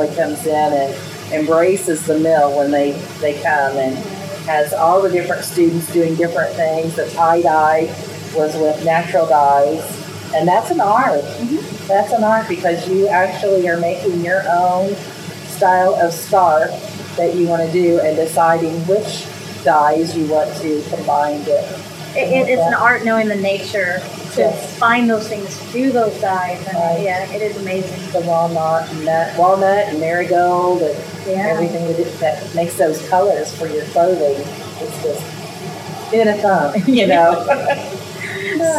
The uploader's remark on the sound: Beck's Grist Mill National Historic Site in Salem, Indiana. Please forgive the sound of the beautiful waterfall in the background!